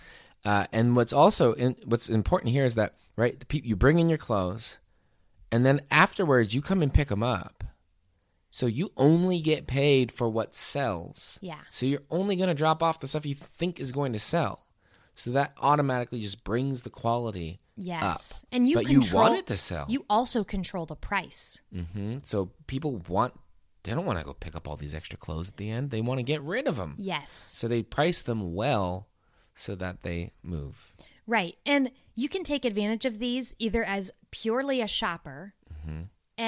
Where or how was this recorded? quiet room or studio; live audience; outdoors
quiet room or studio